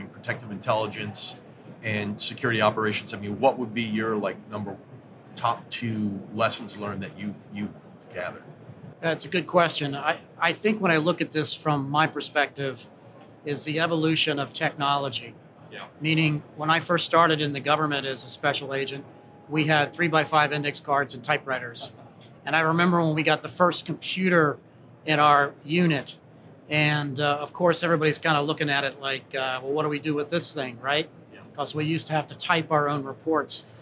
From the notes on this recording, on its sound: LIVE from GSX 2022. Straight from the floor of GSX 2022. Booth 3355 as the three-day event kicks off.